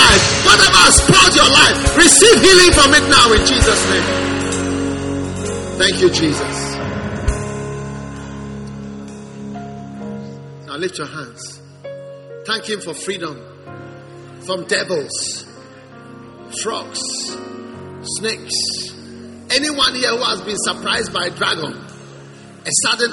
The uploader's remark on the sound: Preached at the First Love Gathering Service.